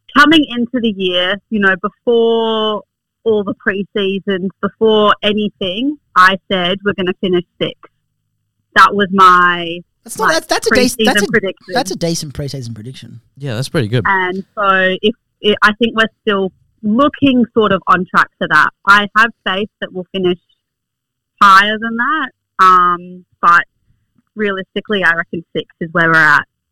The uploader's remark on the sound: Oh, and we get a special guest on the phone too!